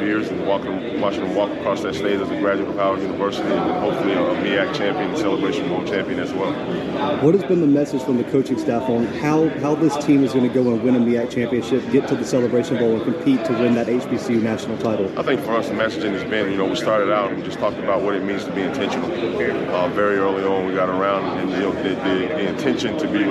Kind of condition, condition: setting, busy venue